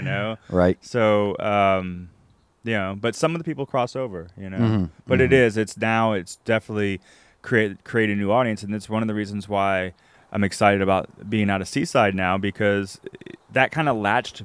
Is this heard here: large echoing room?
no